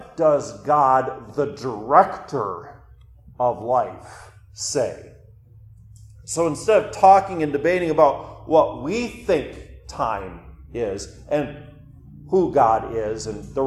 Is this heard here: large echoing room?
yes